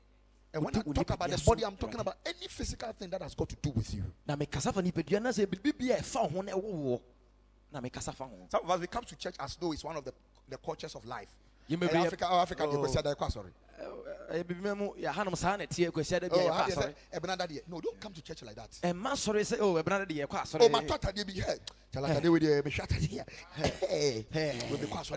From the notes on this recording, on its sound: Preached at Ekklesia Chapel